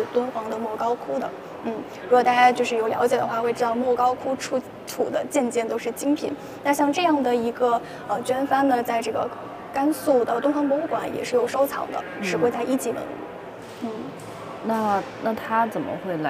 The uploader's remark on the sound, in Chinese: 来自伦敦V&A博物馆现场发回的“声音记录”。节目有环境噪音，已尽量处理。